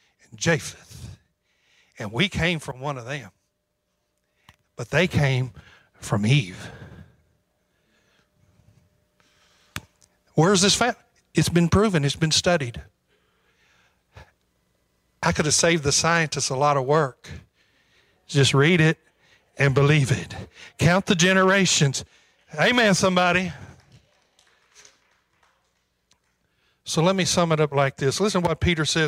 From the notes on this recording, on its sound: preached on February 27, 2022 at Calvary Temple Church, Murray, KY